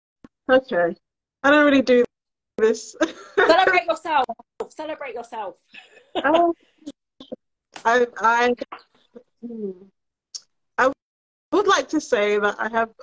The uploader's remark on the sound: live and direct with Instagram listeners